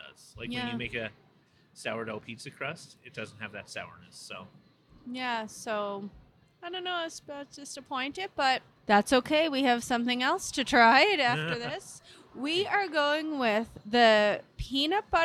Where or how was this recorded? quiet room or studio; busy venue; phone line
busy venue